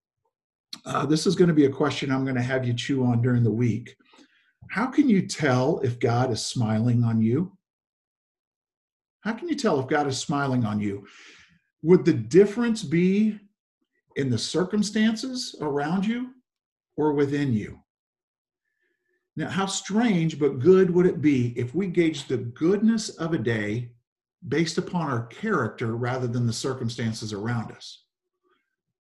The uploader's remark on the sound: Zoom Sunday 11/29/20 (Audio)